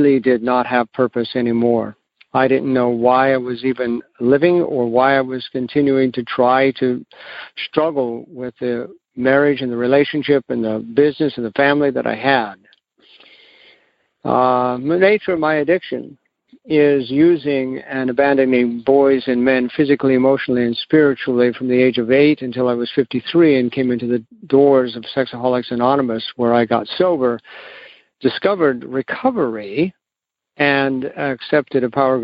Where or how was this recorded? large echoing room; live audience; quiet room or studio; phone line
phone line